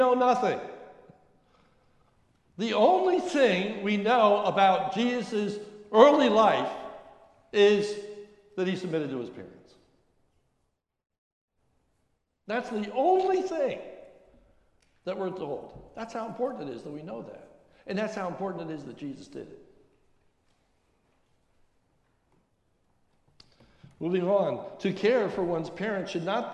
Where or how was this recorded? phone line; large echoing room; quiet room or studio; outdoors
large echoing room